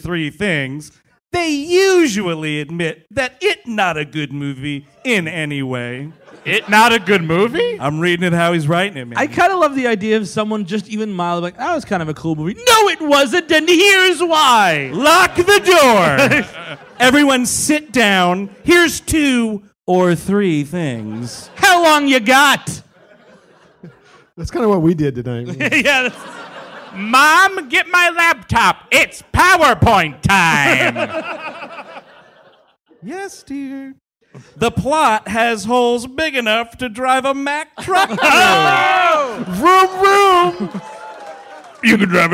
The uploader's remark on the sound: (Live in San Francisco). The gang is live from Cobb's in San Francisco.